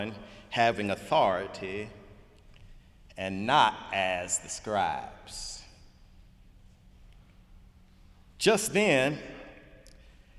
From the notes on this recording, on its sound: Sunday sermon January 28, 2018 in the Memorial Church of Harvard University